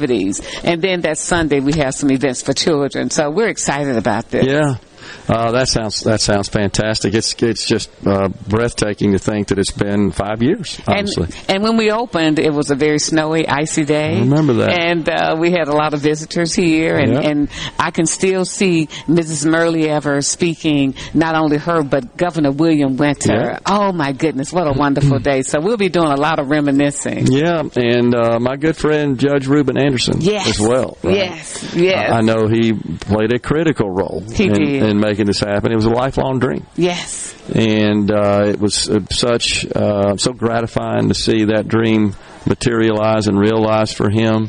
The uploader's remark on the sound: LIVE from The Two Mississippi Museums for their Veteran's Day festivities